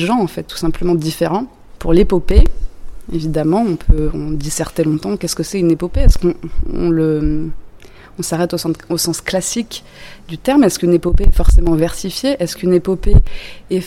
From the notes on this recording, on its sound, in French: L'association ATLAS organisait les 40èmes Assises de la traduction littéraire. J'ai été bénévole à ce festival, et c'était l'occasion d'interroger des intervenants et des membres du public.